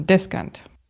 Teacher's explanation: the stress is on the first syllable, descant